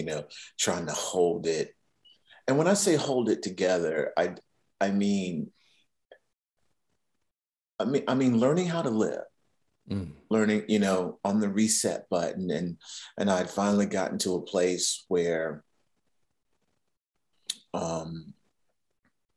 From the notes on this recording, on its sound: Recorded 10.12.2021 from Raleigh, NC & Atlanta, GA on Zoom